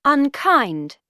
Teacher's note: Two syllables. Second syllable stressed.